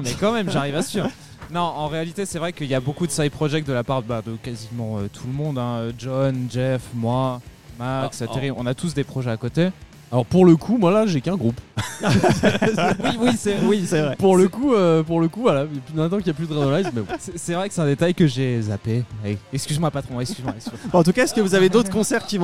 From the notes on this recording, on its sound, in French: enregistré et diffusé en direct dans le bar parisien Hellfest Corner